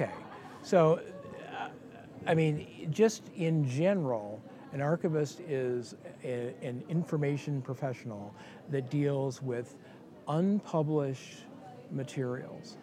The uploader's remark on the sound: We recorded this conversation at the 2018 MOSES Conference, so there will be more background noise.